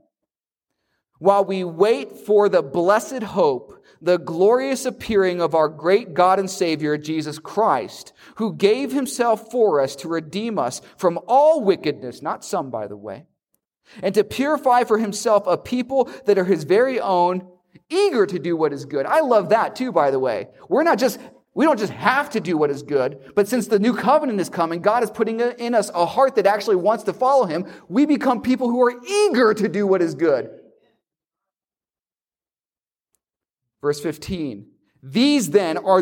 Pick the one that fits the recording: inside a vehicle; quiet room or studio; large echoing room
large echoing room